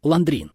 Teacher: называть конфеты с французским акцентом, с ударением на второй слог